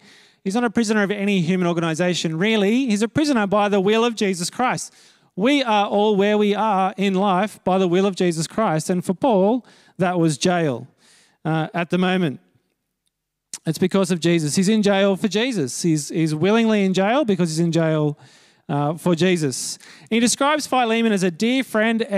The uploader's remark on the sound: Note that this is a recording of the talk given at Harrington Park that morning.